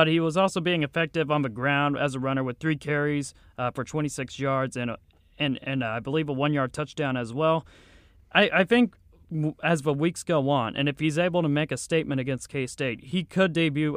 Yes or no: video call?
no